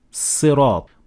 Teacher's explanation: Some variations of the word Sirat in this position is turning the Sad into Sin. So you would say Sirat.